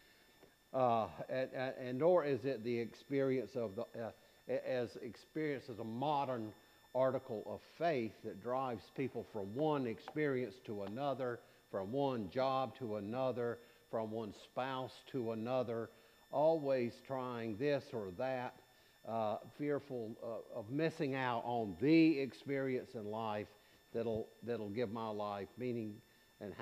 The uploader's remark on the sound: preached at All Saints Anglican Church in Charlottesville, VA on April 30, 2023